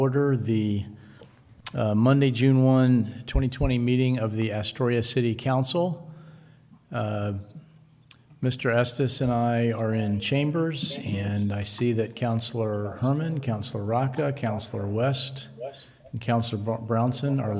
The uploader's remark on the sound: Live recording of the Astoria City Council meeting, June 1, 2020.